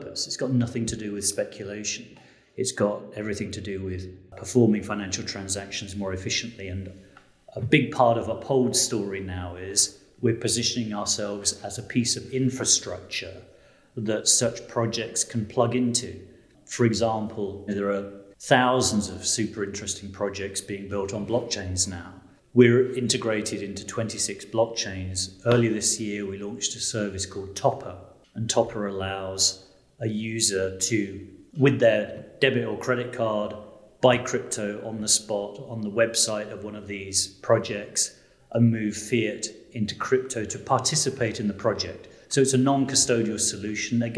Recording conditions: live audience